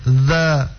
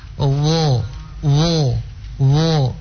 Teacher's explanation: kalau kita menyebut huruf dza itu lidah kita datar, ya, lidah kita datar. Kalau menyebut huruf dho, maka pangkal lidahnya dinaikkan.